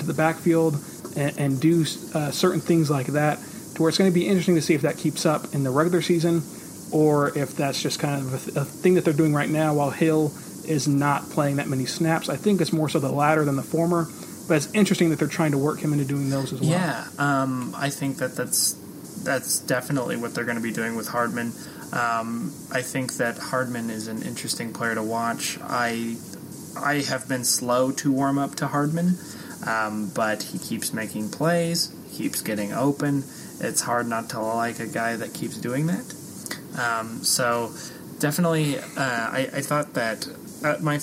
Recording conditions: background noise